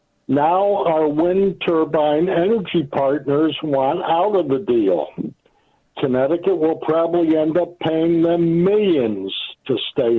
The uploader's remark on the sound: take phone calls